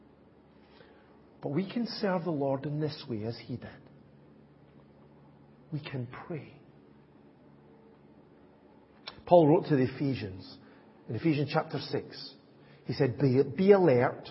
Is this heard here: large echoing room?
yes